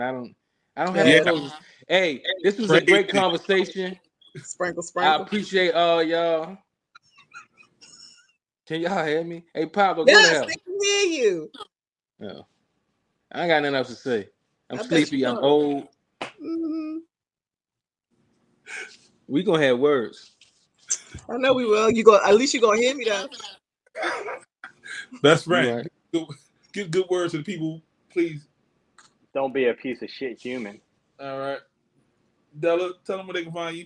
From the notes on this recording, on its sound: EXCUSE THE AUDIO* Audio wasn't as crisp this week but we made it work with what we had.